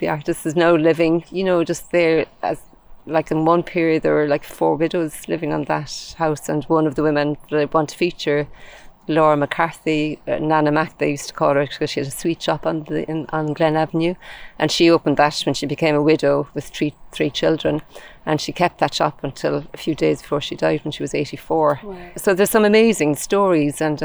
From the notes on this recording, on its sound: Sirens and blackbirds, ride-on mowers and collared doves. You’ll hear firm evidence both that you’re in a wonderfully secluded nature spot full of wildlife, and that you are in a busy city. Glen River Park is contradictory in nature, a kind of liminal space: a transit point between more and less built up parts of the Northside.